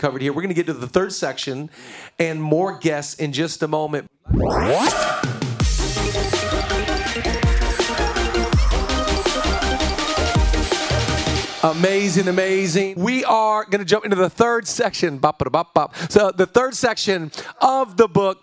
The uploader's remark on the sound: I Work With People Live Event